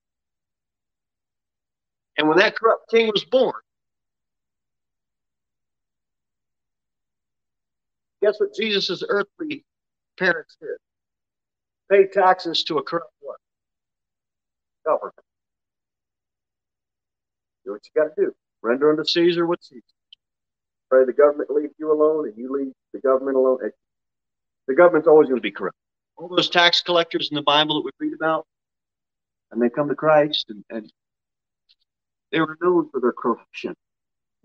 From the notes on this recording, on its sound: Sermon delivered at Pilgrim Baptist Church on Thursday, August 18, 2022 at 6:15 pm. Jere Whitson Rd.